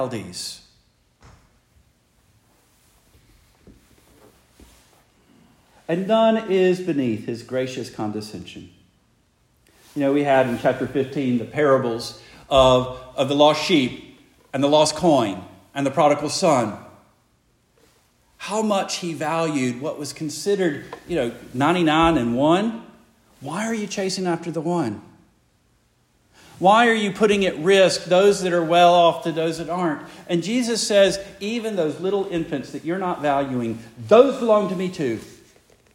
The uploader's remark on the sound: Preached the morning of February 4, 2024, for the Heidelberg Presbyterian Church in Heidelberg, Mississippi.